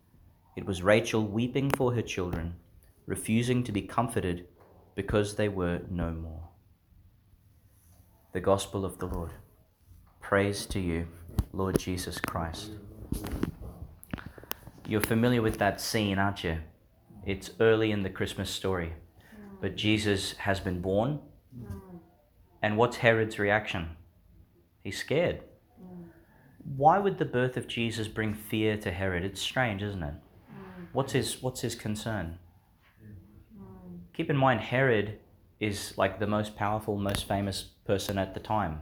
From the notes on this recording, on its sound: delivered at New Auckland Place Nursing Home, Gladstone, Qld.